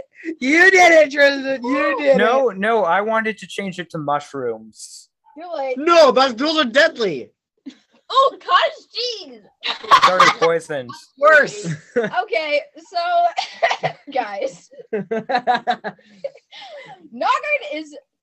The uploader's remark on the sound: Once again, we had to record differently. The audio quality, once more, isn't as great as I would like it to be.